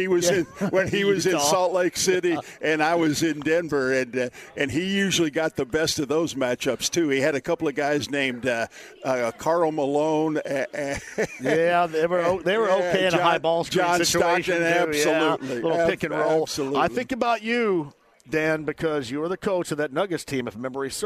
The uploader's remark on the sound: Live From Horshoe Indianapolis